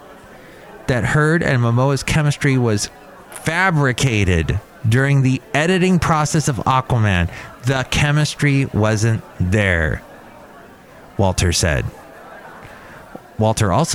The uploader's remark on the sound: podcasts live from Cafe Anyway